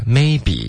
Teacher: OK, maybe 要注意不要发 maybe.Maybe, OK,它不是一个哒哒的一个语调，它是一个 maybe,、OK,所以重音是第一个，然后要注意双元音 maybe